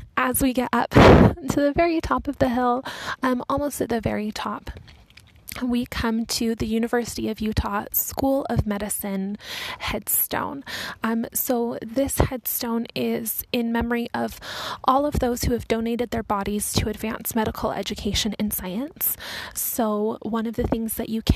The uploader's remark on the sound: Walking tour of the Salt Lake City Cemetery